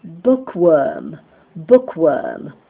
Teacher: The long mixed vowel er.